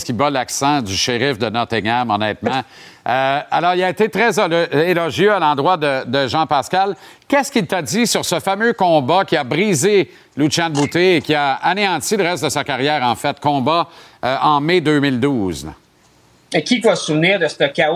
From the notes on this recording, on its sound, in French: en direct du grand défi Pierre Lavoie